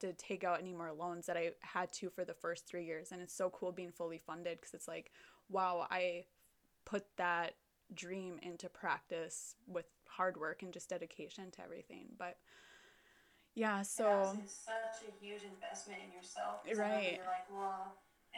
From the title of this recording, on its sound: Technical Difficulties and All!